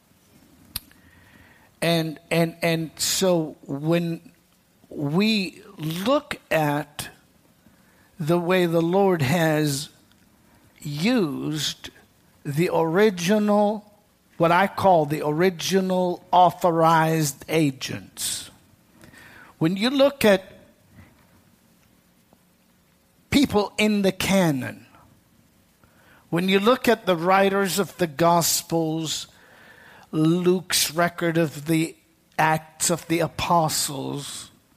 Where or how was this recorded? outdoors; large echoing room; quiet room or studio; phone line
large echoing room